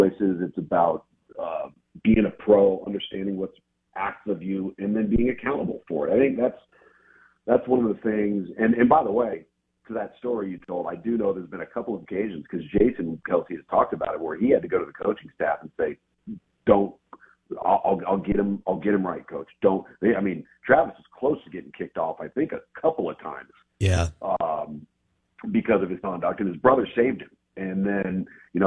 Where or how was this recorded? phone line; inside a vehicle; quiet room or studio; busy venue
phone line